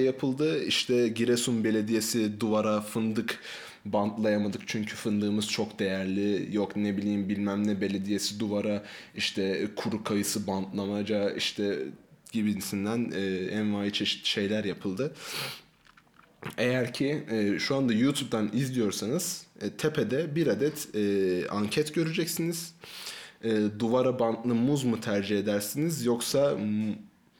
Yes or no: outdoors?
no